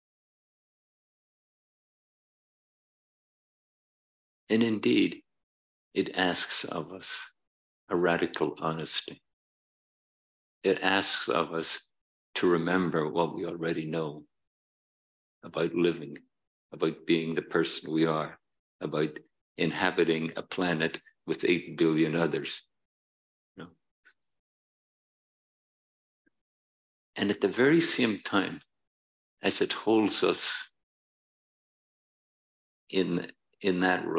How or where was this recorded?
large echoing room